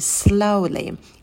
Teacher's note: Звук «с» можно потянуть, и в этом слове еще дифтонг «эу», такой передний.